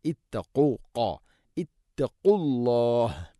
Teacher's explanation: ഖാഫിൻ്റെ ഉച്ചാരണം തൊണ്ടയുടെ മുകൾ ഭാഗവും കഴിഞ്ഞ് മേലെ ഭാഗം ചെറുനാക്ക്.